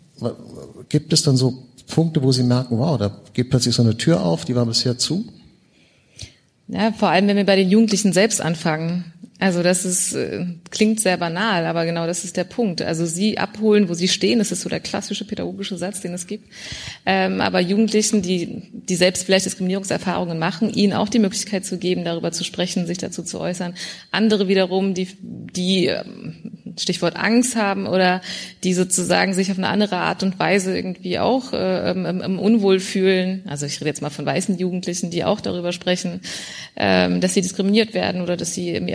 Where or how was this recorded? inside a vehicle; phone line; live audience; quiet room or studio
live audience